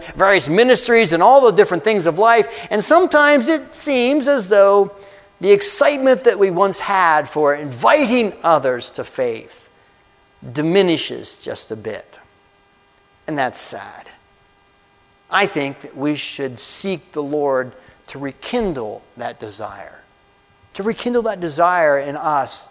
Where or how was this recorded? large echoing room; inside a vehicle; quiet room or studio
large echoing room